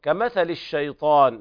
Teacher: لابد من بيان التفشي في الشين وكذلك الهمس